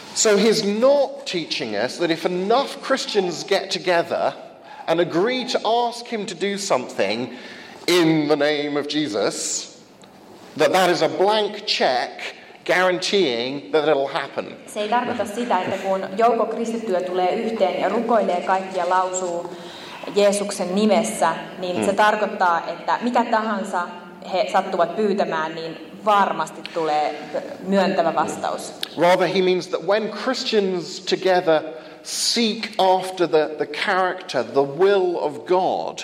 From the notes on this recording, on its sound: First of two Q&A sessions on the problem of evil from a conference on the subject held in Finland, April 11th 2015.